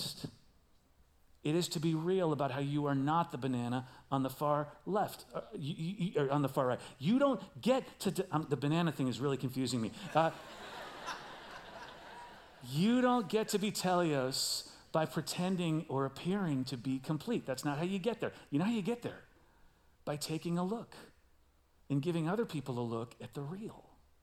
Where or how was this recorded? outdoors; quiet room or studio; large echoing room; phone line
large echoing room